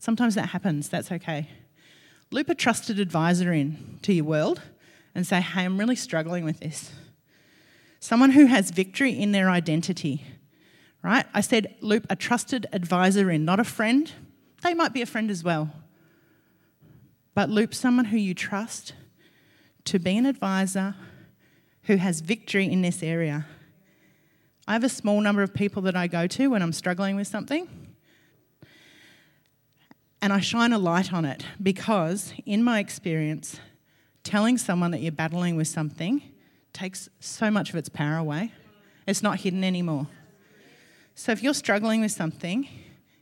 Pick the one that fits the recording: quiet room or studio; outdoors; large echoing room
large echoing room